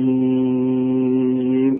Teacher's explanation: انت مش لاحظت ان انا مديت الياء حركتين فقط والسين سته